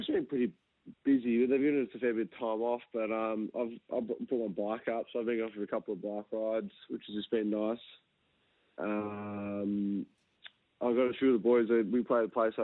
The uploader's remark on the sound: jumped on the line